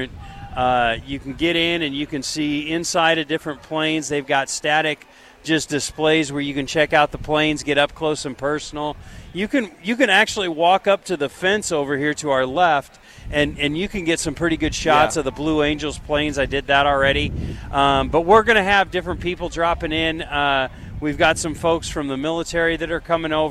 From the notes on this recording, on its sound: LIVE from Lincoln Airshow